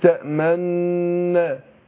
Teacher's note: وجه ان انا اقرأها بالاشمام اضم الشفتين مع النون، اقول تأمنا ما فيهاش صوت، هي بس ضم للشفتين.